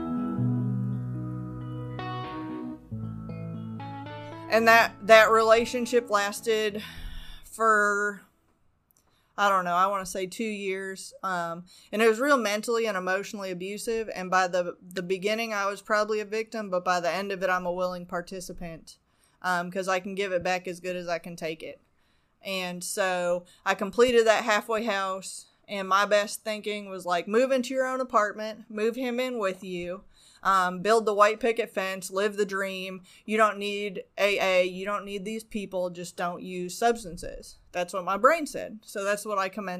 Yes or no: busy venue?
no